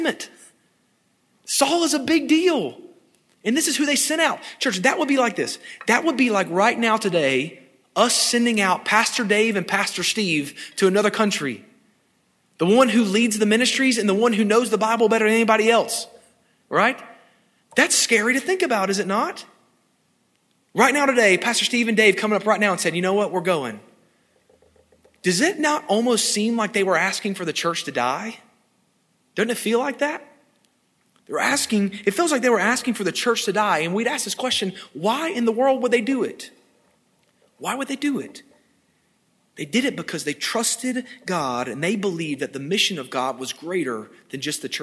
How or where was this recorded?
large echoing room